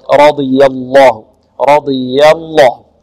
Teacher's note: رضي الله عنهم ورضوا عنه، رضي الراء مفخمة والضاد مفخمة، رضي ضي ضي لأن حرف إطباق الضاد، رضي الله رضي الله، نفخم الراء لأنها مفتوحة، ونفخم الضاد لأنها من حروف الاستعلاء، ونرقق الياء لأنها من حروف الاستفال، ثم نغلظ الله في لفظ الجلالة لأنها سبقت بماذا؟ سبقت بفتح